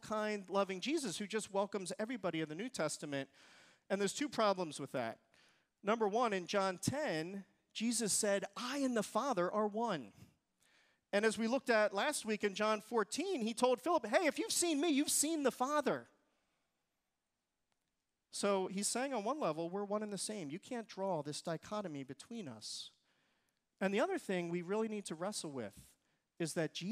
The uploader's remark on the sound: Recorded service from July 30, 2023.